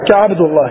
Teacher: وسيأتينا إن شاء الله تعالى أن لام لفظ الجلالة ترقق إذا سبقت بكسر فقط. وفخم اللام من اسم الله عن فتح أو ضم كعبد الله. وفخم يعني تفخم لفظ اللام لفظ الجلالة، أي إذا سبقت بضم أو بفتح.